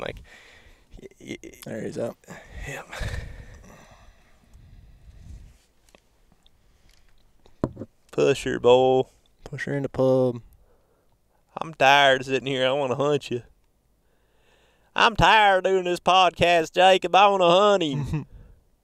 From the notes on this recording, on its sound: Sit in the truck and watch a plains whitetail buck locked down with a doe.